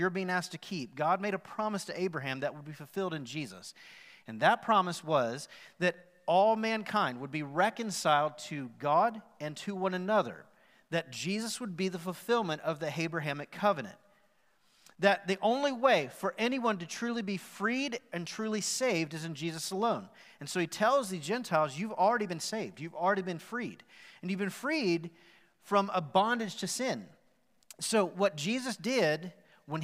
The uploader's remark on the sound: Recorded live at The Fellowship at Mt Juliet on March 14, 2021.